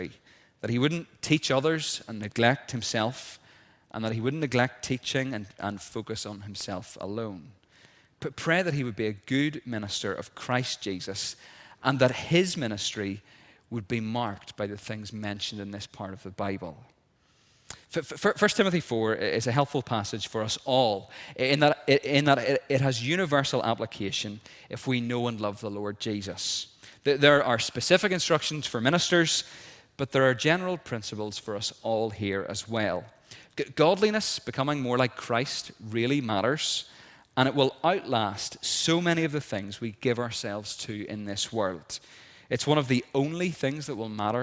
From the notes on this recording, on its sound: This is the recording of the Bible reading and sermon from a service of licensing on Sunday 18th June 2023 in Wellington Presbyterian Church.